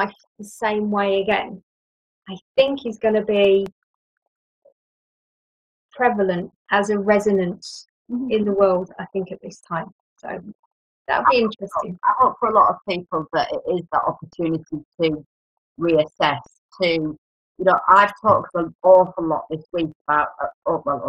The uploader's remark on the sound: forgive the bad sound and the dodgy connection